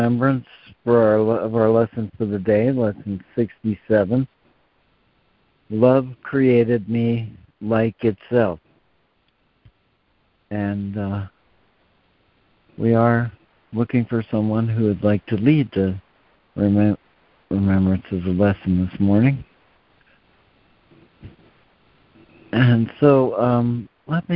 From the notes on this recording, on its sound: ACIM Daily Conference Call